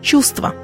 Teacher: в труднопроизносимых сочетаниях звуков один из них может выпасть, как в слове «чувство», в котором утрачивается звук «в», и мы говорим «чувство».